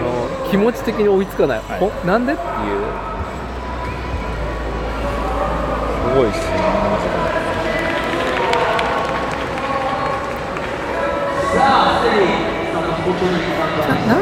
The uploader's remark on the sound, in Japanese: 屋外収録「マイナビ JapanCup 名古屋大会 - BMXフリースタイルの現場にて」